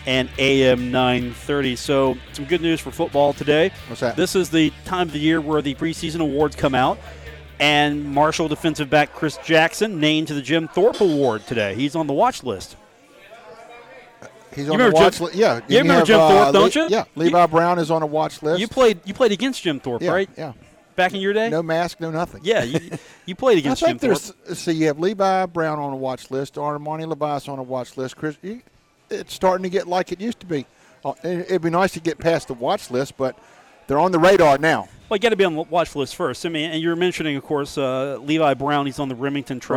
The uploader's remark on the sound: broadcast live from The Union Pub and Grill in Huntington, West Virginia.